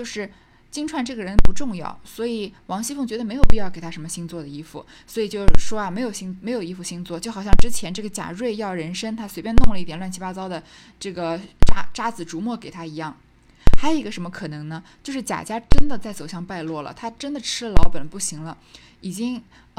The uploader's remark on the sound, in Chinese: 新换了话筒，本期杂音似乎很严重，可能是我太心急一边充电一遍录音导致的。